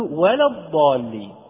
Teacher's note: نعلم أن حرف الضاد من حروف الاستعلاء، ولكن لا ليس يعني أن ننطق بالضاد نطقا صحيحا أن نفخم اللام